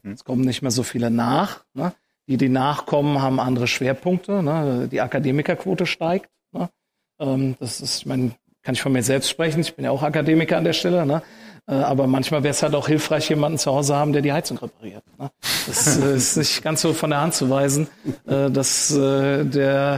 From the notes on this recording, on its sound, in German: Live auf der Eröffnung der Belfor DeHaDe Filiale in Frankenthal